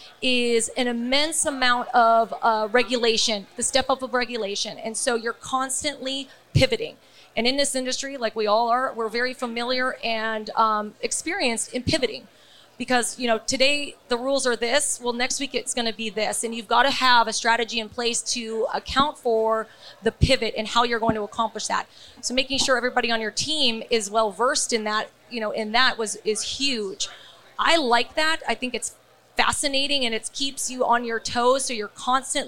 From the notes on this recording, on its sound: Recorded at MJUnpacked NYC